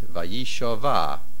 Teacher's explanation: Here, the main accent is on the vays, Vayishava.